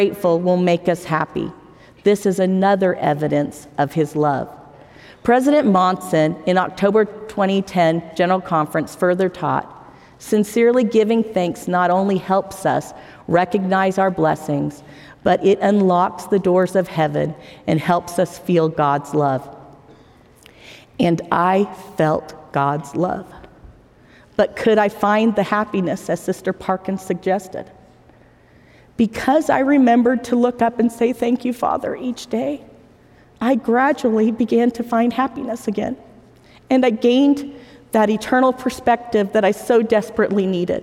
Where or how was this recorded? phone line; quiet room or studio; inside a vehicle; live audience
live audience